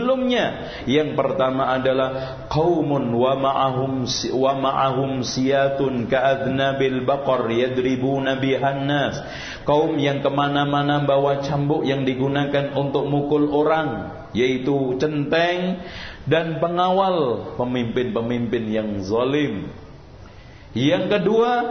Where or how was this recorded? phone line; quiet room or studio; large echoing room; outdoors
large echoing room